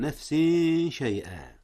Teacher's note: أخفي التنوين من نفس قبل ماذا؟ قبل حرف الشين في شيئا. جميل، وهو من حروف الإخفاء.